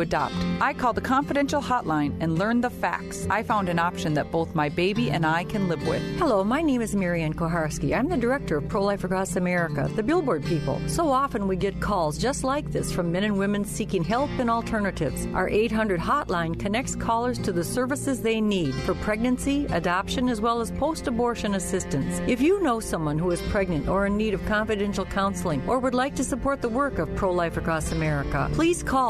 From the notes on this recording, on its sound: Hole For Heroes Live on Medicine Lake.